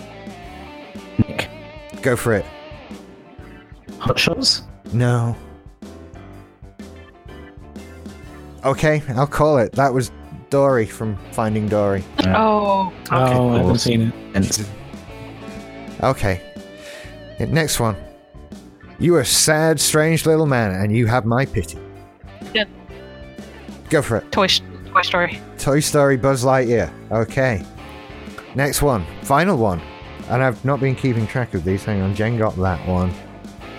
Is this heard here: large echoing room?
no